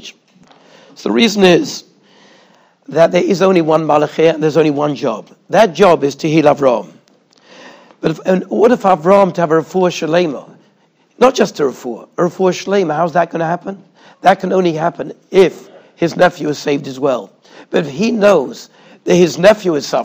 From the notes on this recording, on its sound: Shiur recorded in Yeshivas Ohr Reuven, Monsey, NY.